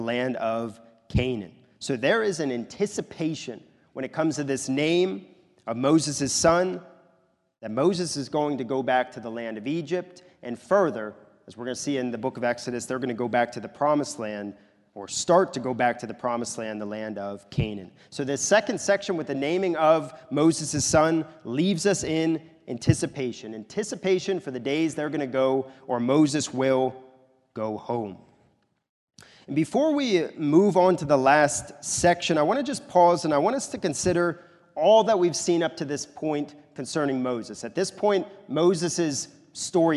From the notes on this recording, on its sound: This is a sermon recorded at the Lebanon Bible Fellowship Church in Lebanon, PA during the evening worship service on 2/4/2024